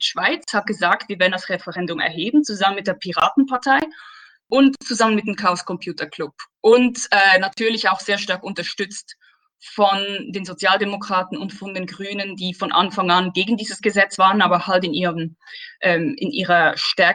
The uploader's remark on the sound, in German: Mitschnitt der Online-Veranstaltung